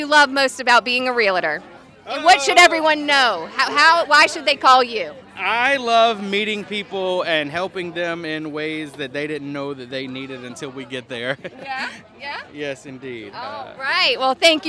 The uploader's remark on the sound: Live at Business After Hours. Reports live from a Rogers Heating & Cooling business after hours event. Interviewing some of South Boston’s business owners and professionals.